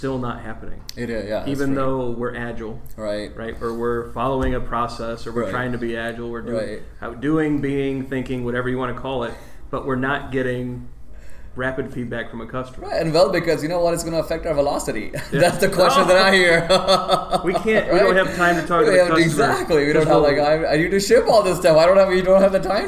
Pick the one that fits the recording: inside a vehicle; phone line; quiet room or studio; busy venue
busy venue